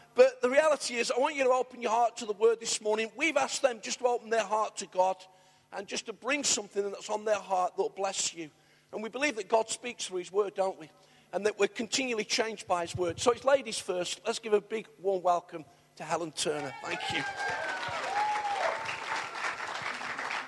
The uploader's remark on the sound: Arena Church, Ilkeston